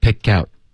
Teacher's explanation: 最好是咬舌尖导致一个干脆的停顿 pick out,结尾咬舌尖这样你接着发 the,就不可能发错 pick out the, do you pick out the,去